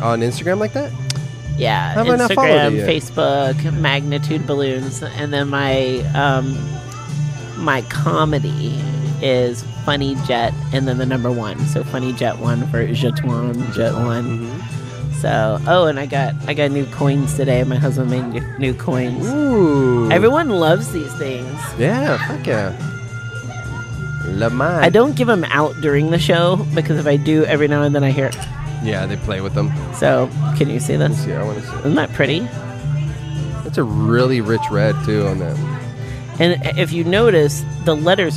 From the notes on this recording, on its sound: at the home for Wednesday night's open mic Casey's Woodshed in Tempe, AZ.